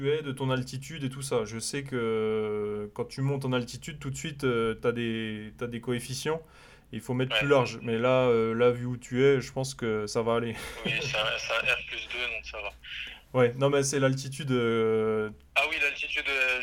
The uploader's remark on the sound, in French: Nouveau phone coaching concernant des questions sur le DPE.